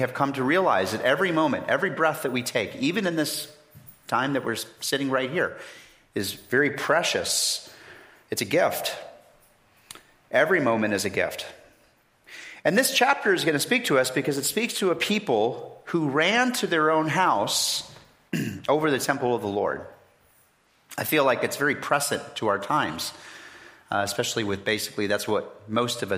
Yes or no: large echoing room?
yes